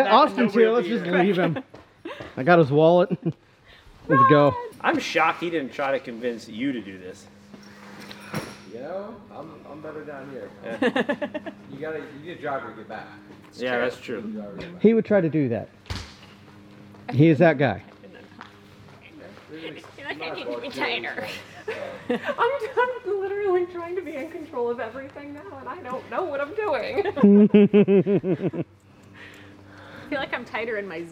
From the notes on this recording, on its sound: recording while skydiving!